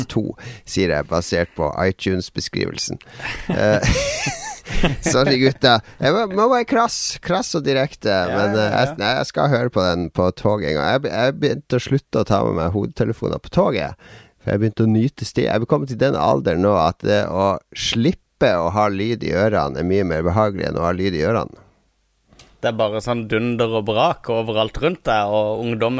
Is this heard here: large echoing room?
no